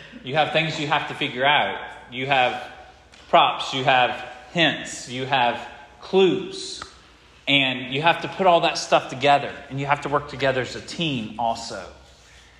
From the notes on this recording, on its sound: This sermon was preached at Hope Fellowship on the second Sunday of Advent